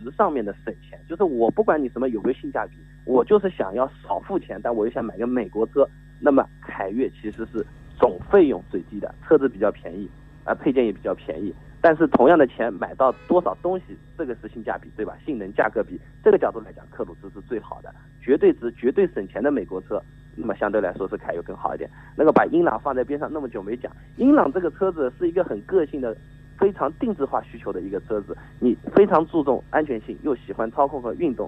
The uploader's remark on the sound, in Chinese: 作客金华交通台进行了一次电话连线。杭州去金华的火车票因为春运的缘故没有买上,只有用电话来连线了,音质不太好。